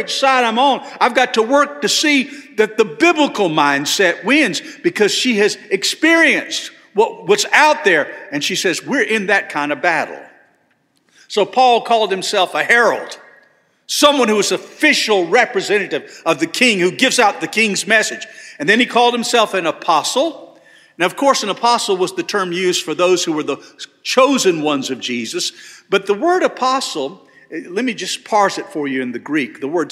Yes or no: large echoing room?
yes